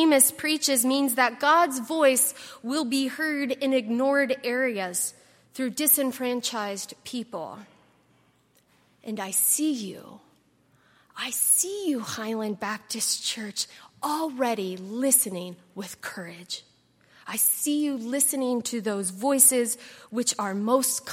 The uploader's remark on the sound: At Highland Baptist Church.